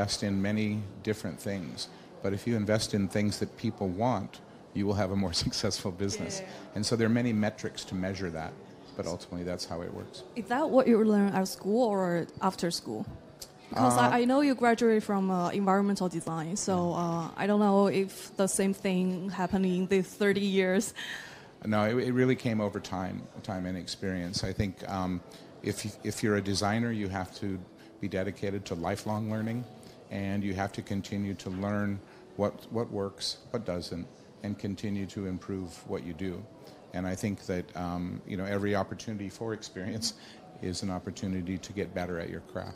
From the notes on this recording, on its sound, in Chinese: 在 UCAN 2019 阿里巴巴设计大会的现场